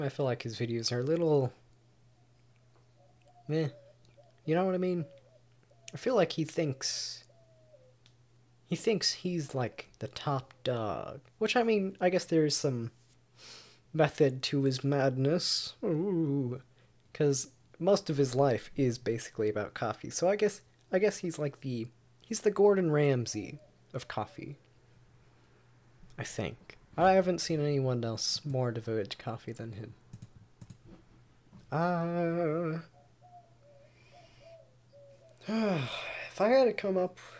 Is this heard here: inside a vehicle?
no